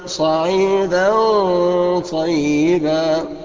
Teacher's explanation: وبنلاحظ ان الغنة برضو مفخمة عشان بعد منها حرف استعلاء